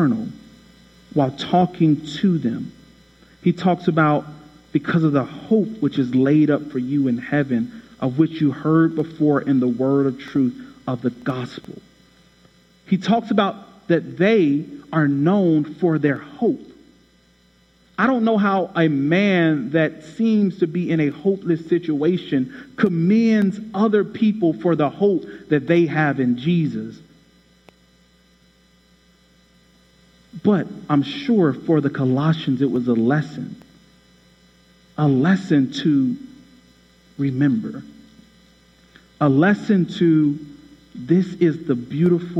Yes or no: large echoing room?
yes